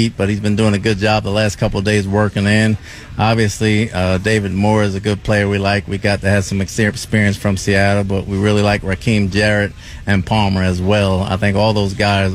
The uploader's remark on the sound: live from Buccaneers Training Camp on Tuesday morning.